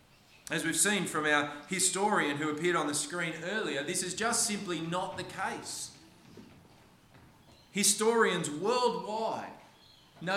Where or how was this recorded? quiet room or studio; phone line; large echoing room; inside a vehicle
large echoing room